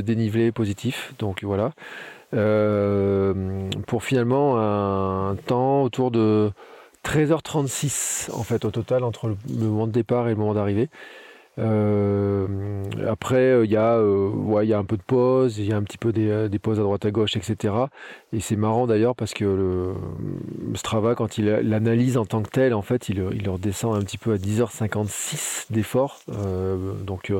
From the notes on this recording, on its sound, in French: mon tout premier Gravelman en live depuis le vélo